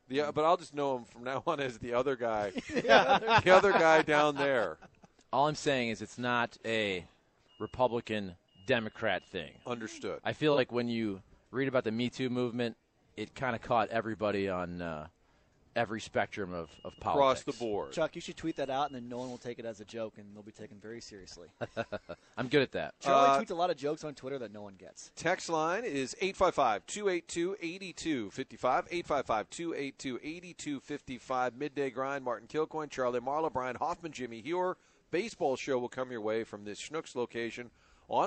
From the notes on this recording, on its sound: Broadcasting live from Schnucks off S. Lindbergh.